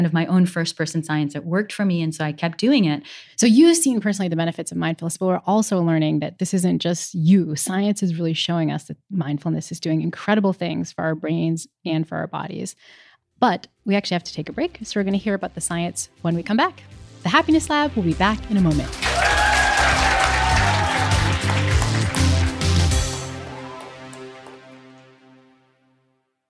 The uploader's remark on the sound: LIVE from Yale. Introduces a live audience to guided meditation.